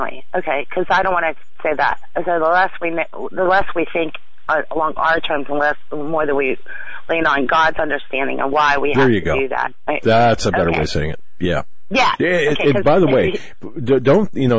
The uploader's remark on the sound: Wednesday Call In on The Hagmann Report